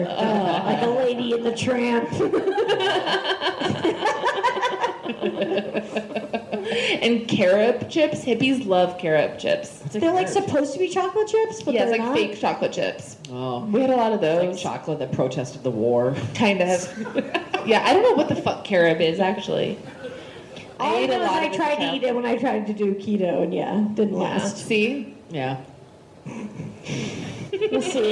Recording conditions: live audience